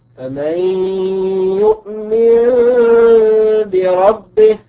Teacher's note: نون ساكنة أتى بعدها حرف الباء فوجب الإقلاب فصارت يؤمن بربه.